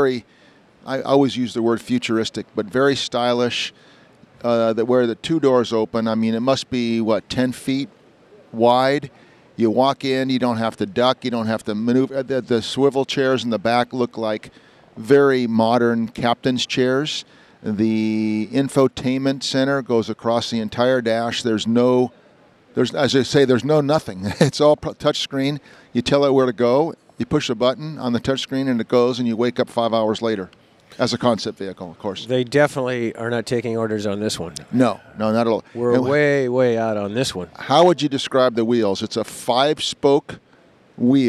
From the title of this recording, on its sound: Live at the LA Auto Show